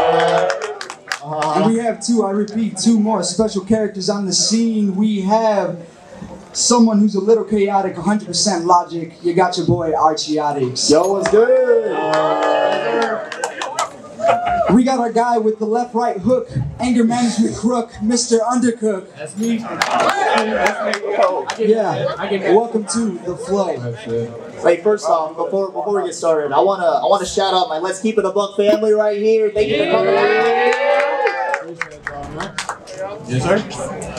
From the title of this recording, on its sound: LIVE AT DREAM CON!!